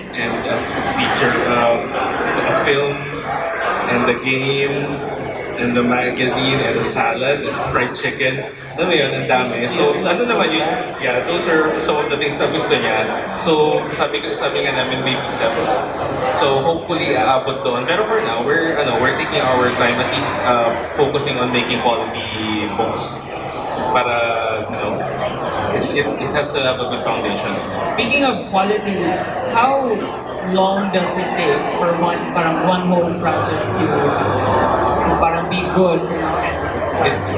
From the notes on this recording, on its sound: CHOPSOY Comics Interview at Cebu Lit Fest 2018. Cebu Lit Fest 2018 panel interview.